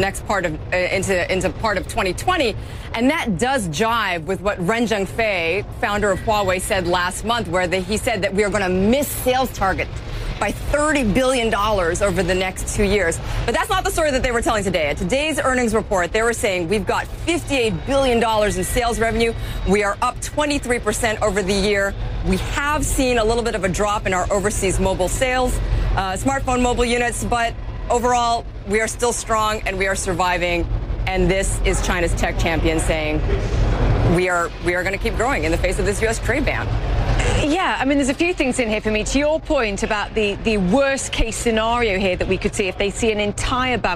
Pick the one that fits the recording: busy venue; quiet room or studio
busy venue